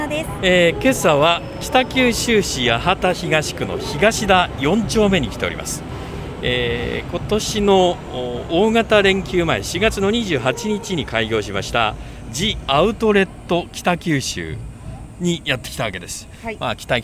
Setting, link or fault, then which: setting, outdoors